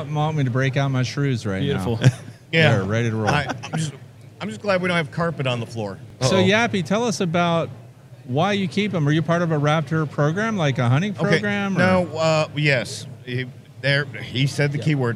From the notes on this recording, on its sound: interviews from The Hive Life Conference 2023